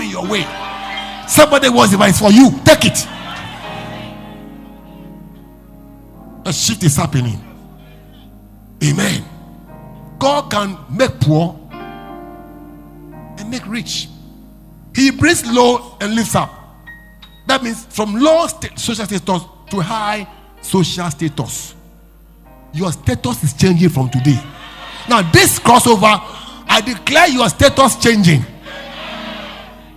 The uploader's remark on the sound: Preached At LCC Goshen